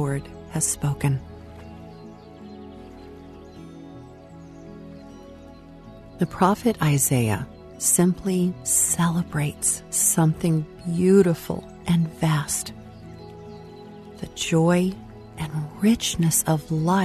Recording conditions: sounds in the background